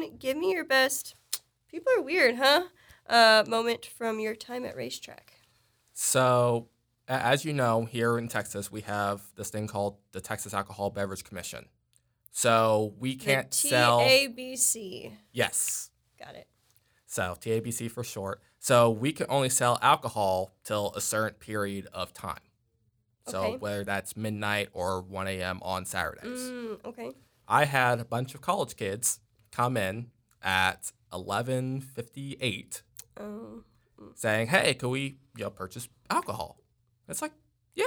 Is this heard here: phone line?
no